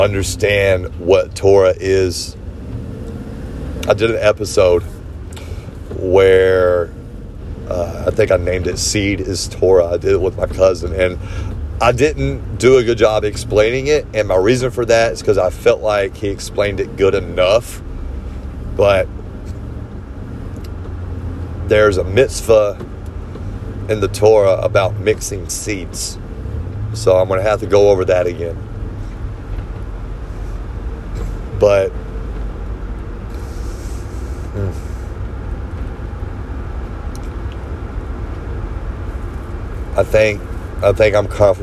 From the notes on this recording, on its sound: This episode was recorded on my phone, a telemarketer called towards the end so it probably cut the episode early.